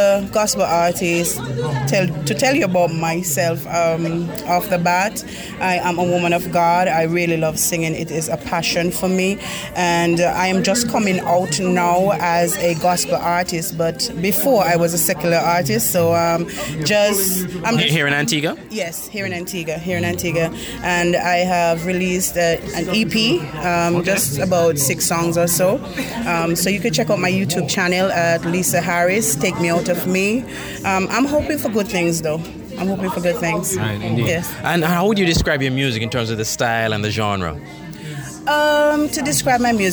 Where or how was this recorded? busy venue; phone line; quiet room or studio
busy venue